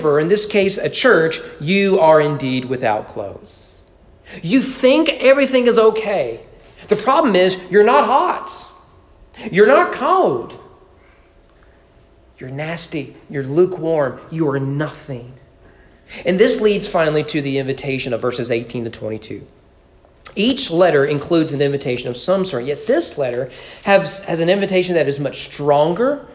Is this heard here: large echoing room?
yes